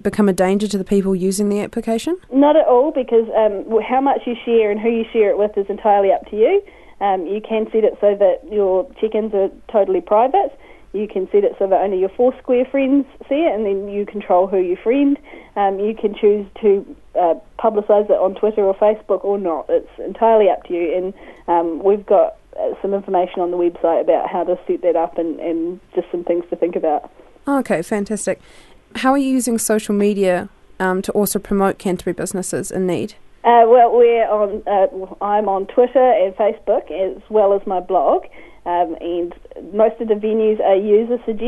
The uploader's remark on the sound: joins us on the phone